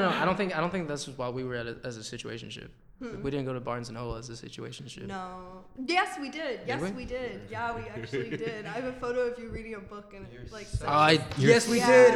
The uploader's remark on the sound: Please excuse the echo, we are still hopping around recording locations.